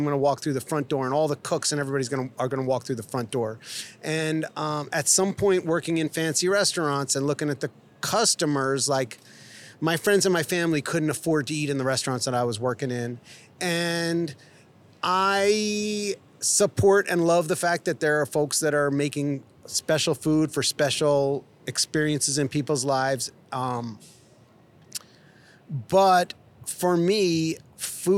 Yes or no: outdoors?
yes